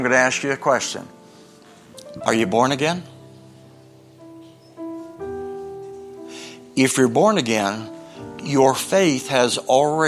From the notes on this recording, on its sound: Is from a special Sunday night service on August 13, 2023 at Harvest Bible Church in Stockton, CA.